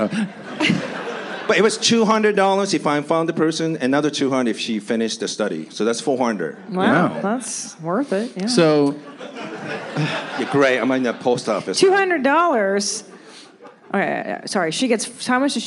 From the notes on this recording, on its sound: This is the second live podcast we did on this evening at The Irvine Improv.